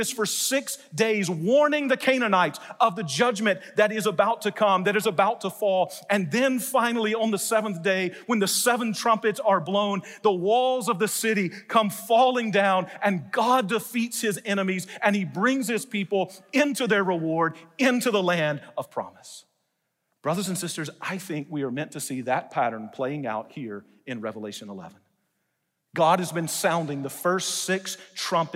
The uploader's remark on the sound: delivered a message in #SWBTSChapel